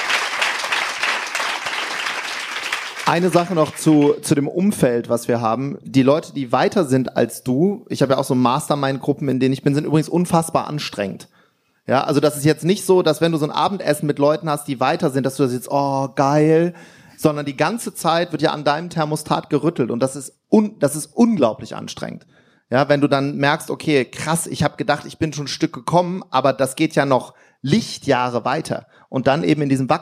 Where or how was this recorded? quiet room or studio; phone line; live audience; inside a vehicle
live audience